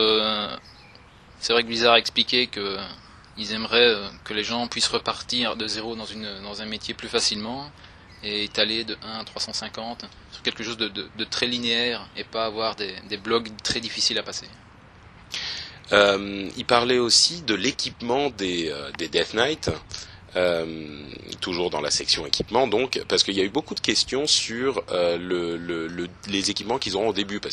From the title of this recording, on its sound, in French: En direct de la Blizzcon